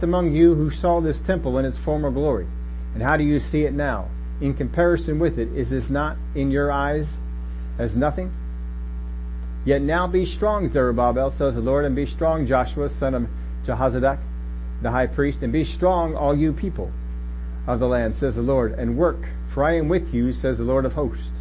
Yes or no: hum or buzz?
yes